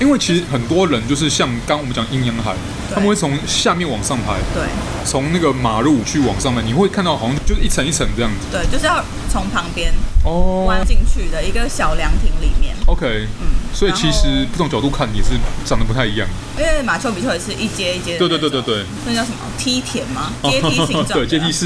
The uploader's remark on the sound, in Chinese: 錄音地點： 瑞麟美而美大直店